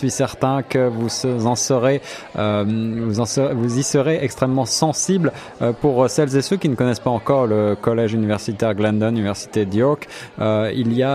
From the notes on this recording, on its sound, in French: Emission spéciale en direct du marché d'hiver du Collège Glendon, 14 décembre 2017